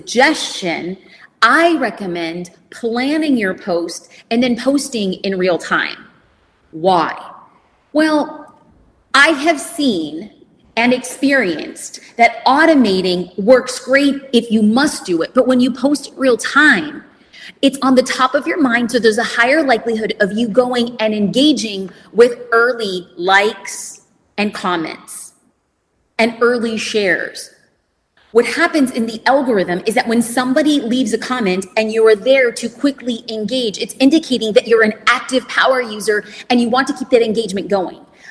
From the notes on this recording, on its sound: A recording from a Q+A I did after my keynote presentation at the Manychat convention. What you’re about to hear is a recording from a Q+A I did after my keynote presentation at the Manychat convention, Conversations . The business owners there asked such amazing questions about business, social media, and everything in between.